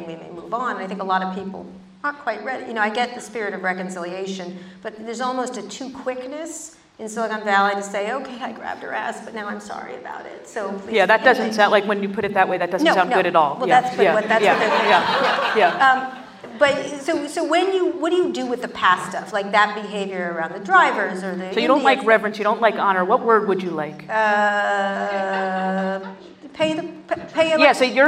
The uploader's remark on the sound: Live onstage